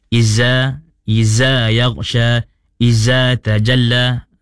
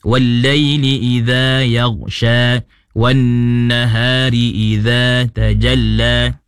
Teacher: Tidak boleh ada getaran pada huruf za. · Shown in: second take · Contoh izza, izza yaghsha, izza tajalla, tak boleh.